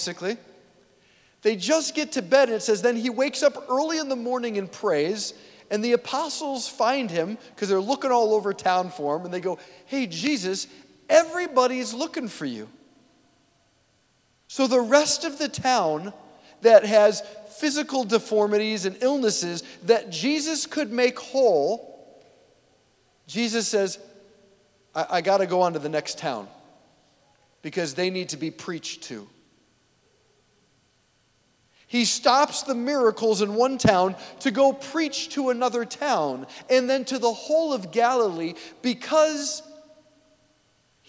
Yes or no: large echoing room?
yes